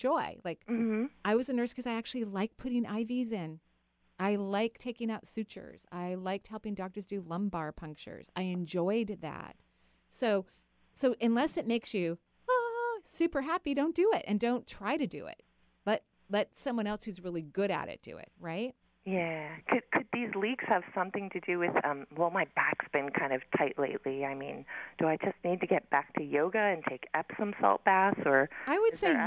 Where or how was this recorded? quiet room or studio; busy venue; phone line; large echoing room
phone line